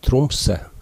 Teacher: Tromsø i dag ofte uttales Tromsø, altså med en slapp e i slutten